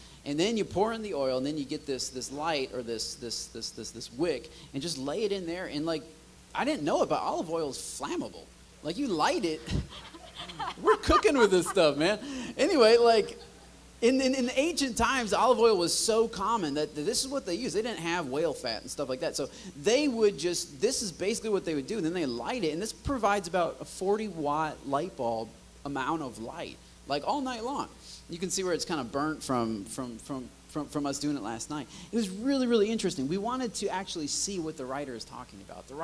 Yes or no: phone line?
no